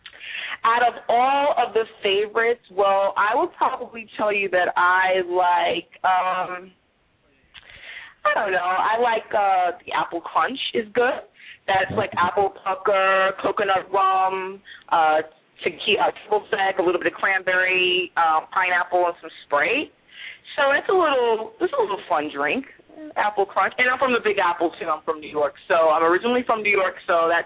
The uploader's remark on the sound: calling in from DC